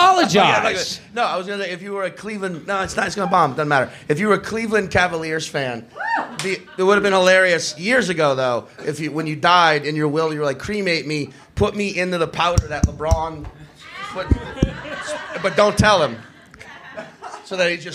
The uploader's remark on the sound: We return to The Stand Comedy Club in Manhattan for a riotously funny live panel in front of a sold-out crowd.